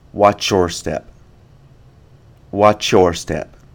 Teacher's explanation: Do you hear how the end of watch and the beginning of your combine?